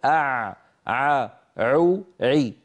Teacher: العين الفصيحة أعمق من العين التي تعودنا في عامياتنا المعاصرة أن نلفظها